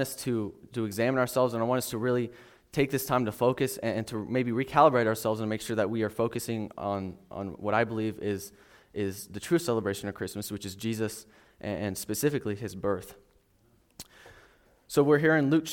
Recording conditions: large echoing room